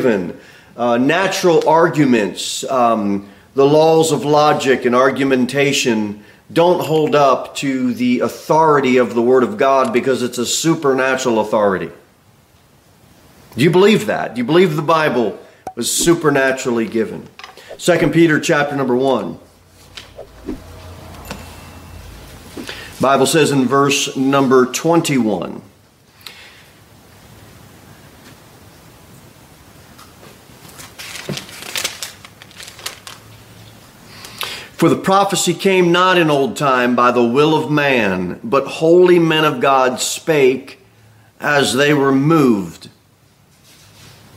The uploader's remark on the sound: Sermon delivered at Pilgrim Baptist Church on Sunday, December 10, 2023, at 2:15 pm. Jere Whitson Rd.